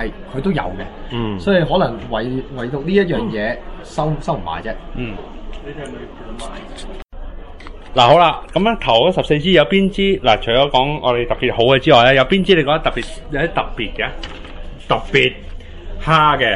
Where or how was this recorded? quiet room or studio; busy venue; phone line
busy venue